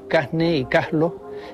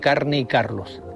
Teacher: En segundo lugar, aspiran la R cuando ésta aparece ante las consonantes N o L. · Shown in: first take · Así se dice en algunas zonas de Canarias, Casne y Caslo, en lugar de Carne y Carlos. · Term: aspiración